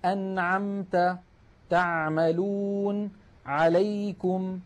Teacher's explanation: العين مثلا أنعمت، تعملون، عليكم، هذه العين تخرج من وسط الحلق. وأحب أن أنبه بأن العين الفصيحة أعمق من العين التي نعتاد في أغلب العاميات المعاصرة أن نأتي بها.